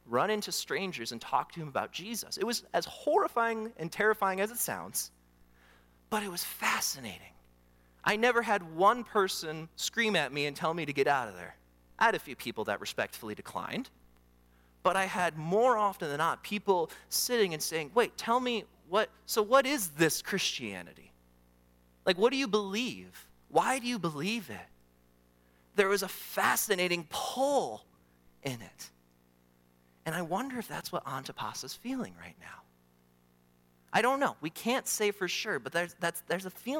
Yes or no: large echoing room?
yes